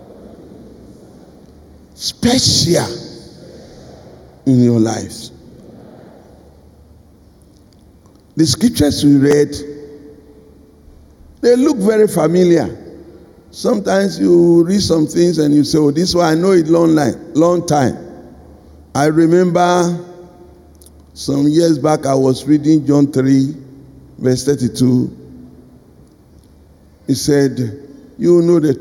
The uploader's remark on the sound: Sermon preached at CBC Shiashie Campus